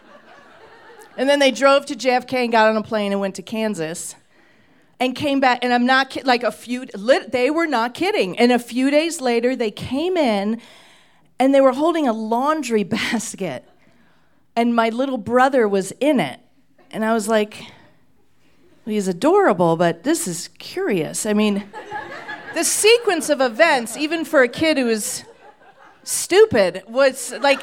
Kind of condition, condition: setting, live audience